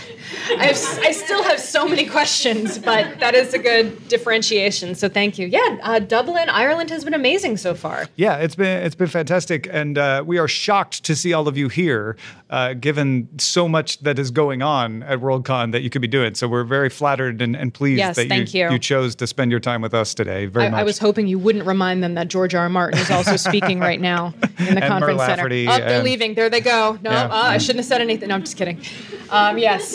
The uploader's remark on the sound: Live from Dublin WorldCon 2019! We were literally prepared with plans for if the room was empty, but no, Ireland filled our room and our hearts.